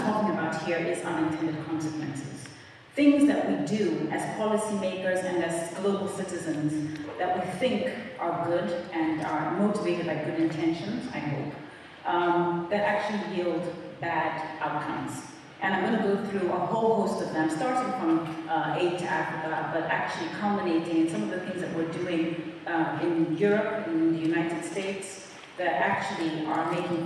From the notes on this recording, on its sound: In this lecture given at Oxford's Rhodes House.